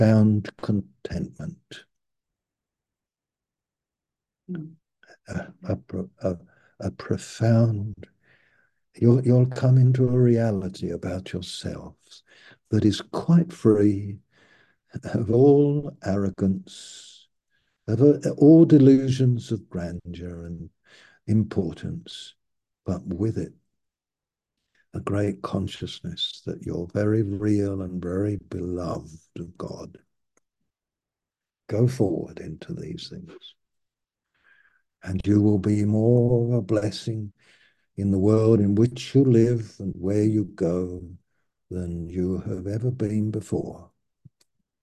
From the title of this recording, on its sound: Malaysia Meets (Zoom)